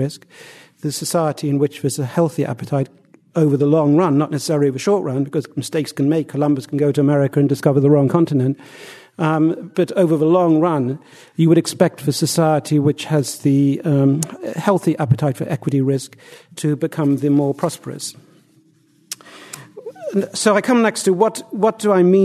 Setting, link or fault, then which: setting, live audience